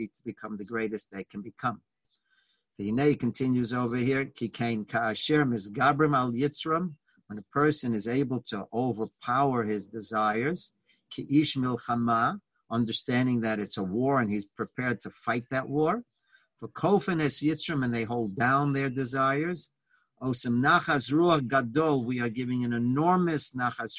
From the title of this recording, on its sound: Live On Zoom: 6-10-2020